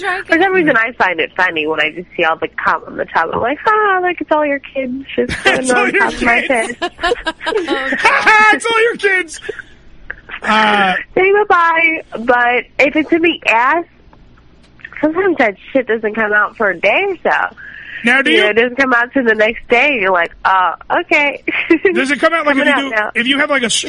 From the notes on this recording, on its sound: Joins us on The Phone